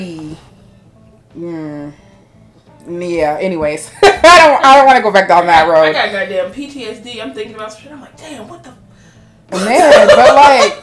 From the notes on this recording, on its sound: Sorry to any headphones, we are still new to this and we don't realize how loud we are sometimes.